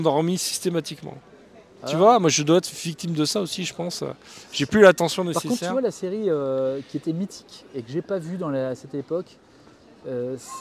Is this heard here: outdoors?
yes